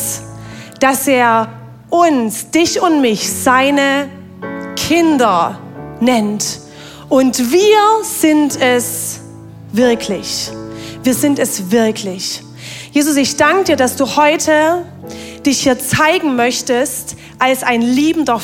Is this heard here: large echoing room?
yes